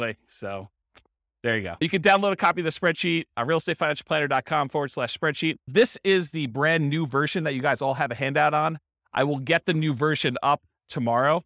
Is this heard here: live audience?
yes